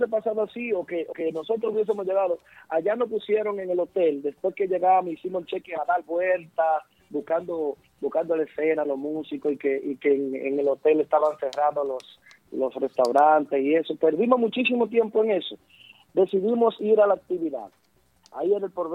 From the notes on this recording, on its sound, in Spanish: Llamada del Publico. En estudio.